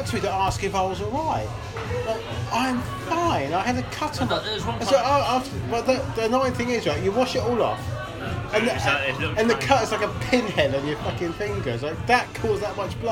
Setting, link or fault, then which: setting, busy venue